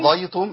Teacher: عندي قاف مفخمة وضاد مفخمة